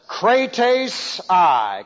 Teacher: Kre is long, tes is short, I is short. · Term: dactyle